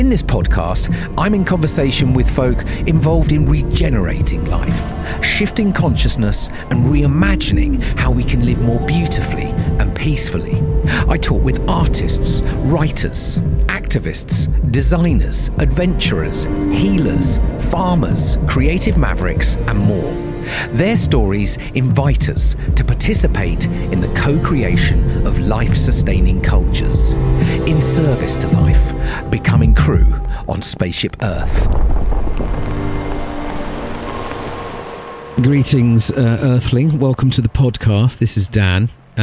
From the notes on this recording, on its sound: Recorded in a meadow in Somerset at sunset on a very dry June day